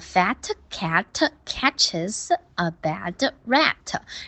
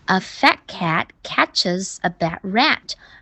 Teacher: fat 的 t 就不读，要省略出来 · Shown in: second take